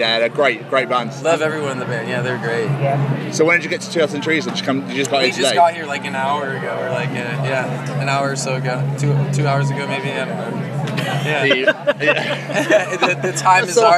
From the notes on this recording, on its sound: From our 'Live from 2000 Trees 2023' series.